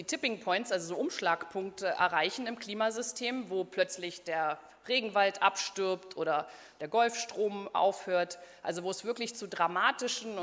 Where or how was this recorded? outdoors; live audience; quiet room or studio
live audience